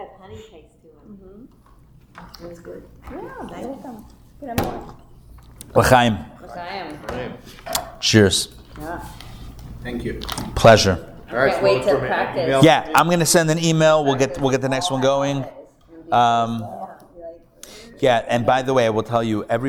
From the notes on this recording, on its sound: Recorded Live at The Torah Center ATL on Thursday, September 7, 2023